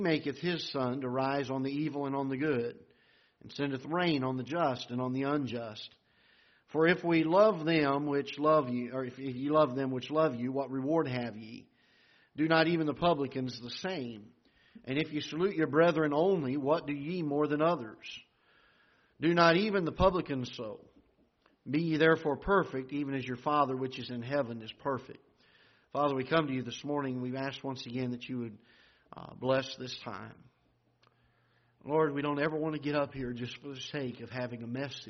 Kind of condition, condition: setting, large echoing room